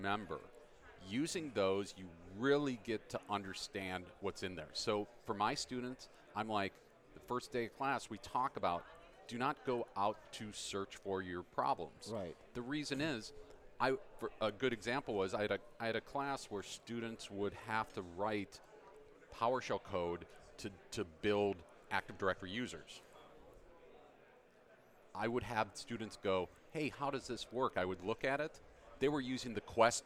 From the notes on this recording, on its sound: Live from Microsoft Ignite 2018. Here at Microsoft Ignite 2018.